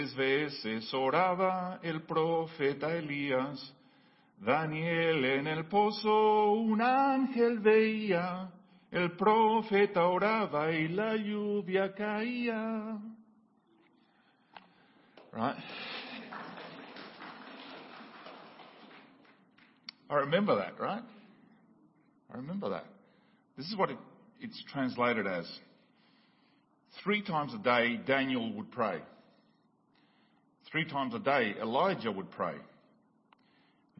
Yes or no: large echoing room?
yes